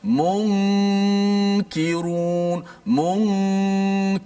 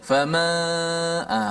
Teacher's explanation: suaranya di hidung tu lebih mendominasi di hidung daripada huruf-huruf yang lain · Shown in: first take · Term: gunnah